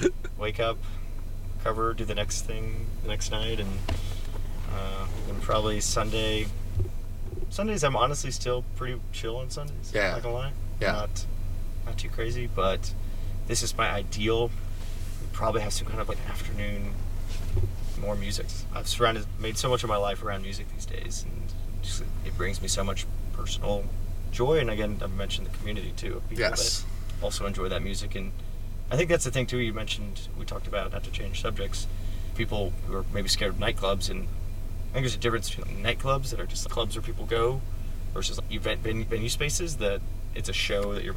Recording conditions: inside a vehicle